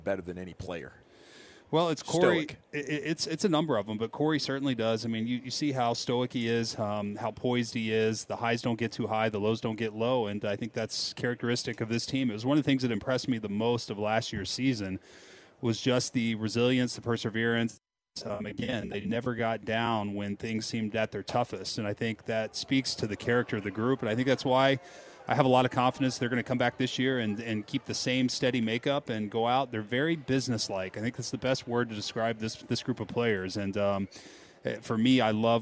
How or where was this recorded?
busy venue